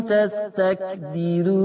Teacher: تستكبرون راء مضمومة وقبلها كسر أيضا هترقق